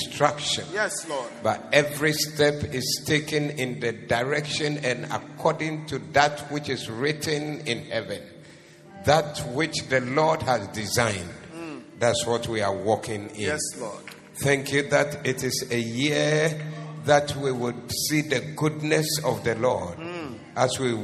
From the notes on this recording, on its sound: Preached on 07012024 at the Doxa Service